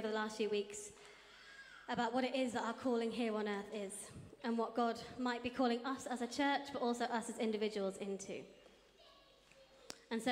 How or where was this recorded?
large echoing room